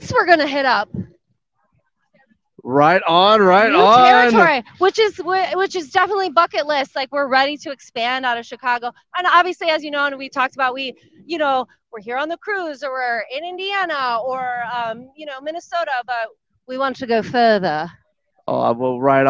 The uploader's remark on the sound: SCR Live From Motoblot